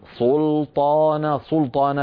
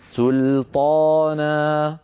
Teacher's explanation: فلننتبه إلى هذا، فنقول سل سل، نرقق السين واللام، ثم نقول طانا، أصيلها سلطانة، هكذا بسين ولام مرققتين ثم طاء ومفتوحة مفخمة بعدها ألف مفخمة أيضا · Shown in: second take · Term: ترقيق السين